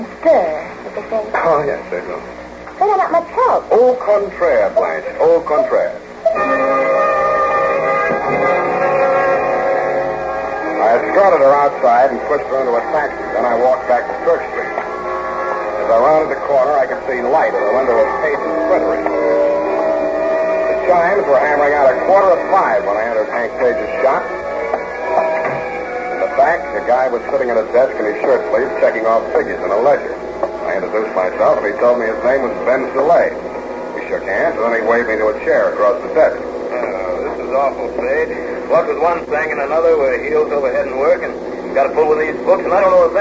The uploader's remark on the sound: Audio is poor, with lots of hum.